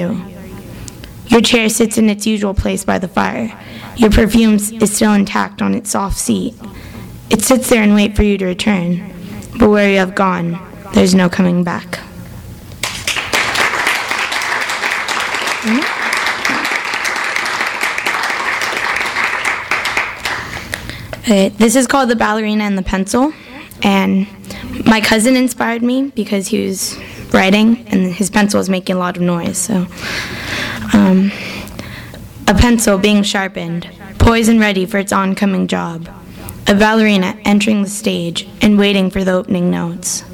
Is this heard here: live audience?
yes